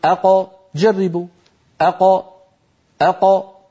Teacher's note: خرجت القاف الساكنة المقلقلة بالتباعد بين طرفي عضو النطق لا بالتصادم. الأصل أن تخرج بالتصادم، لكن لو فعل العرب ذلك لحصل هذا الإزعاج، فبفطرتهم أخرجوا هذه الخمسة بالتباعد بين طرفي عضو النطق دون أن يصاحب ذلك شائبة حركة، لا فتحة ولا ضمة ولا كسرة.